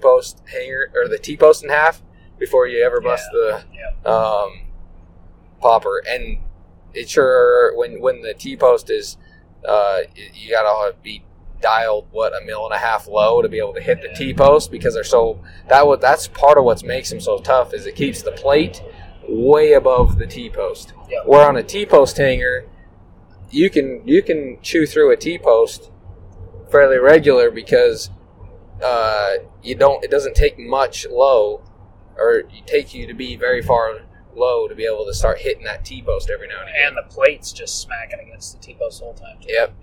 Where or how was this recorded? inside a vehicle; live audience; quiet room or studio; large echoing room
inside a vehicle